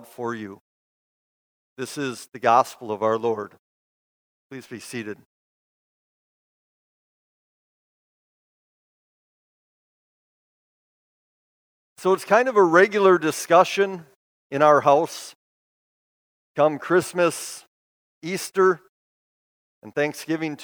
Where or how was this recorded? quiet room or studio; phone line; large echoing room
large echoing room